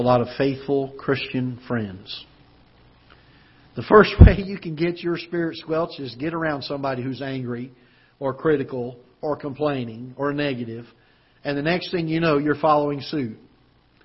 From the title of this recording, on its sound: Ketha Heights Baptist Church ~ Live Broadcast